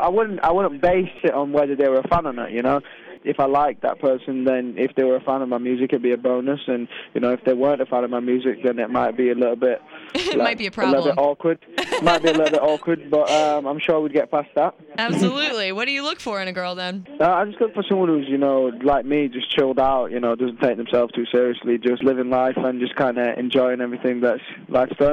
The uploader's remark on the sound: called into the show for a quick interview